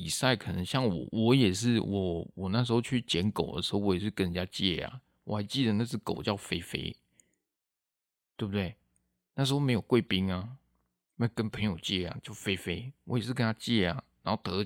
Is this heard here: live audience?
no